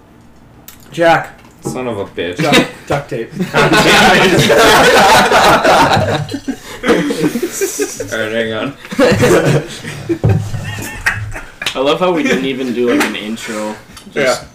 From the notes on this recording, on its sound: Sorry for the poor audio